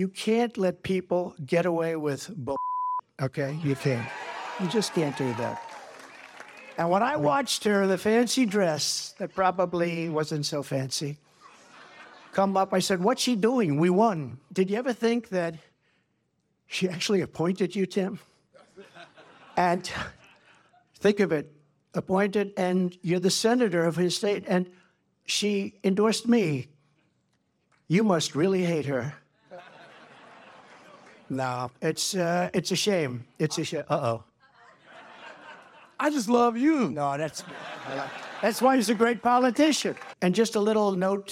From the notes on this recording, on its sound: This is our first live-audience podcast taping!